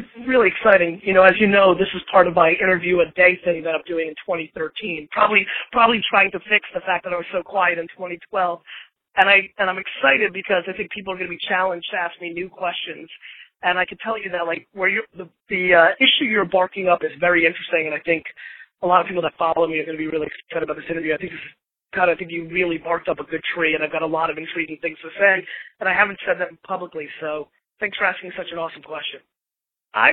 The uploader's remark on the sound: To record, I was on an iPhone from an Atlanta parking deck. Was on his phone riding in a taxi through Manhattan…